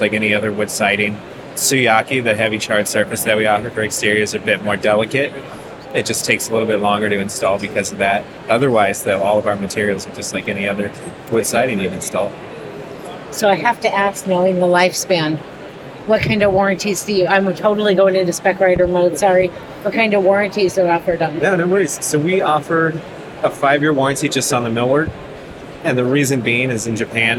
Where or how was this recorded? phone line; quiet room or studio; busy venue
busy venue